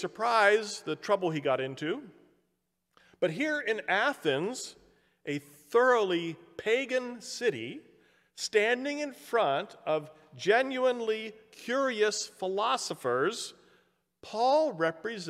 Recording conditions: large echoing room